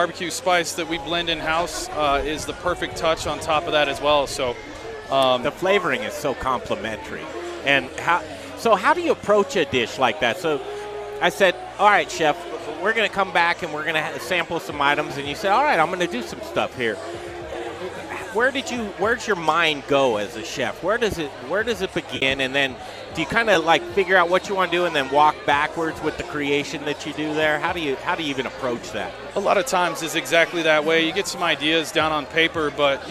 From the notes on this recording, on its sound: The Modern Eater Show Live from Tap 14 downtown!